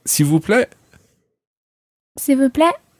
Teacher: just do it with that kind of raising your voice slightly